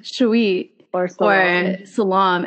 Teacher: a lot of non-Habesha people pronounce our names with the emphasis on the second syllable